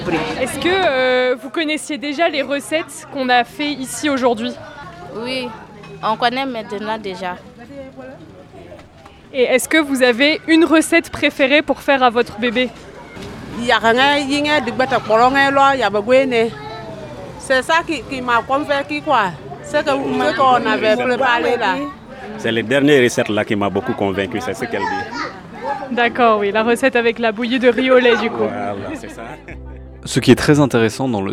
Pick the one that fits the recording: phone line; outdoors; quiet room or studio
outdoors